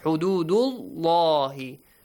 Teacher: Yeah, you join the dal to lam and pronounce the letter lam in the word Allah with an heavy sound. With a heavy sound, with an aw sound.